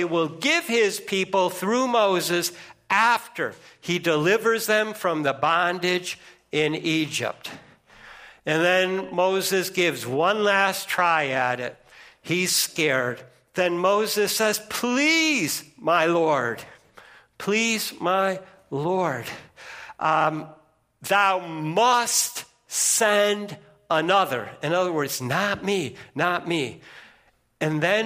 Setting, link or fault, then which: setting, large echoing room